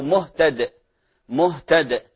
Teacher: تلاحظ أن الصوت في الدال والجيم، أن الصوت انحبس ولم يخرج، لأن الدال والجيم من حروف الشدة، عكسها أو ضدها في الرخاوة.